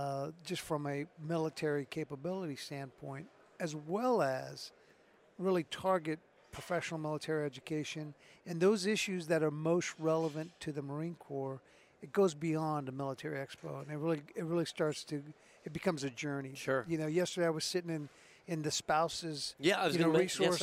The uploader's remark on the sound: This week we are recording from the floor of Modern Day Marine so that we can bring you the events and personnel of this outstanding convention as it’s going on. We got the boss on the microphone to give us his thoughts and impressions of Modern Day Marine 2023.